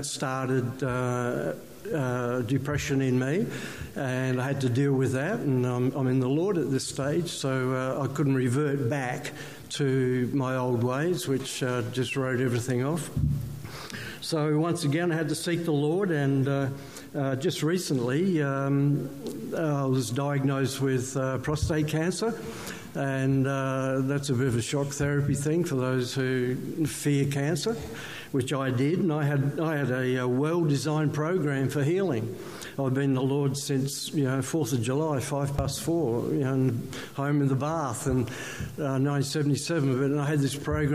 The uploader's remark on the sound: One of the highlighted testimonies from the ACT/NSW Revival Fellowship conference held in Newcastle June-2018.